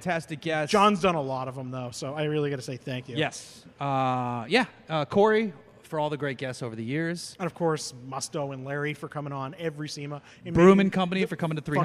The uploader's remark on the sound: We recorded this episode live at Four Sons Brewery in Huntington Beach, CA.